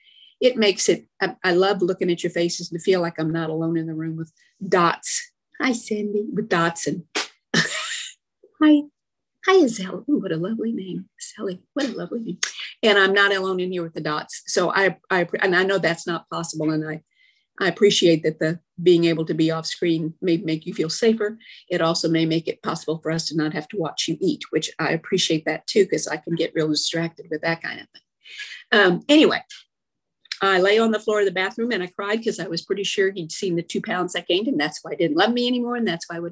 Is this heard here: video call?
yes